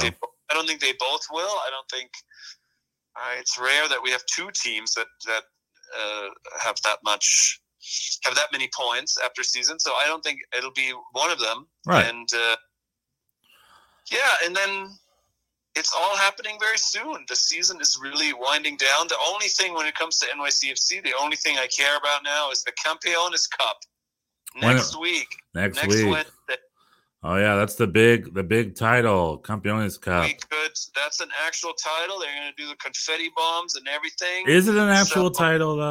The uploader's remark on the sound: Via telephone. While he was hiking in the grand canyon.